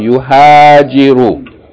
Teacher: Short vowel, long vowel, short vowel, short vowel.